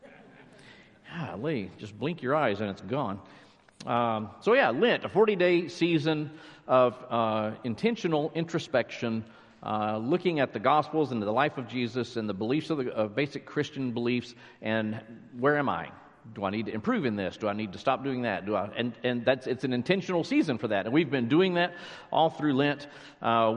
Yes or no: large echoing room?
yes